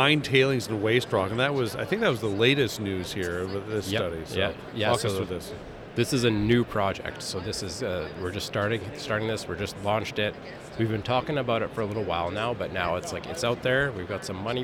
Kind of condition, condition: setting, busy venue